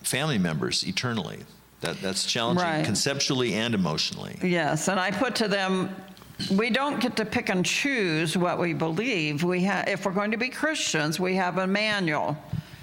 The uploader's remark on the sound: interview conducted at the 2019 Faith After Mormonism Conference